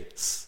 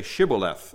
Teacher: in those days, the Ephraimites did not have an SH sound. · Shown in: first take · They couldn't say shh.